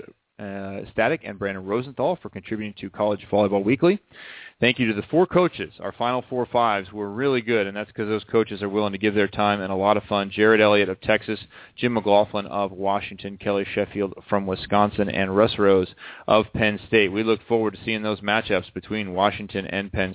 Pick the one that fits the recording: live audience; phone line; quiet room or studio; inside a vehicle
phone line